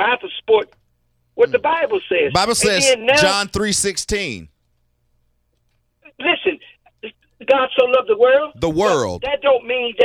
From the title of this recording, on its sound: called into the show